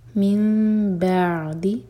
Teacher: عین ساکن پر جھٹکا نہ ہو تو عین ساکن کو تھوڑا ٹائم دیں گے